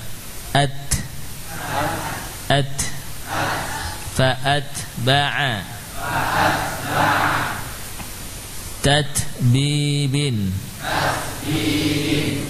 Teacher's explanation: Huruf ta ketika disukun suaranya berhenti lalu diikuti nafas, diikuti dengan keluarnya nafas dari tempat makhraj huruf ta, yaitu di ujung lidah dengan pangkal gigi seri.